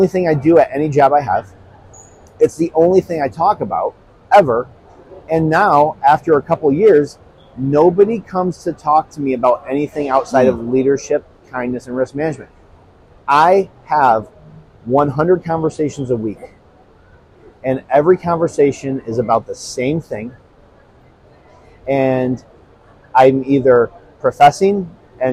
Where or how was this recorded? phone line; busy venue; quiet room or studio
busy venue